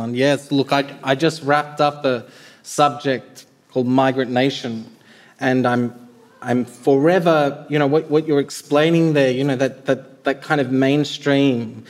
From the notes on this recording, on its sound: Hear from a lively panel of writers and thinkers. This episode was recorded live at the 2023 Sydney Writers’ Festival.